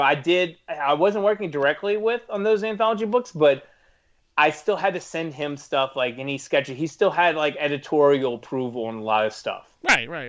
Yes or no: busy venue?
no